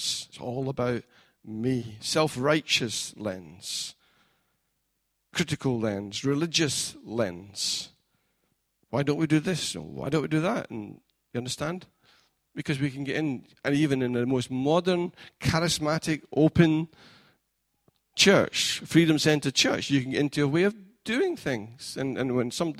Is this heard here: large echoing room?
yes